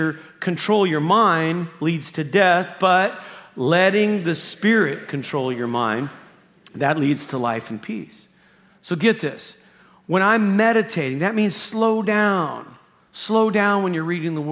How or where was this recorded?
large echoing room